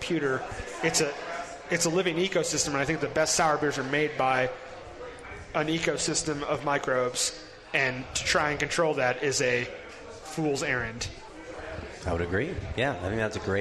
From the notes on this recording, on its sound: continues its live broadcast from Fort Collins